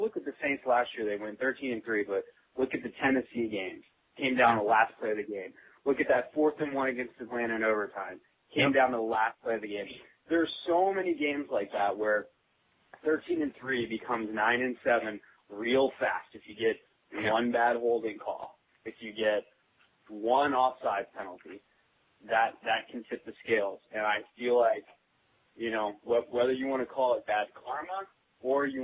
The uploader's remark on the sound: Chronic Podcast: Suprise call